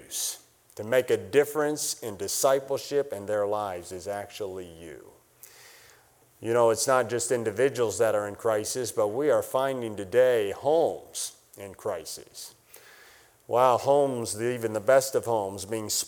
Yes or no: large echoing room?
yes